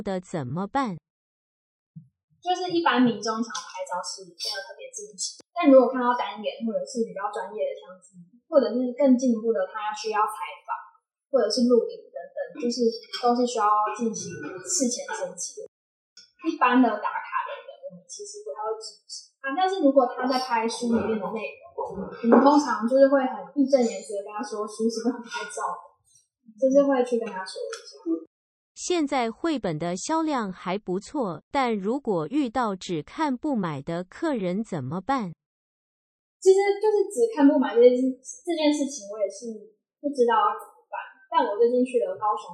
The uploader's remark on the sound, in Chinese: 現場收音設備不足，後製已盡量降噪處理，音質不佳敬請見諒。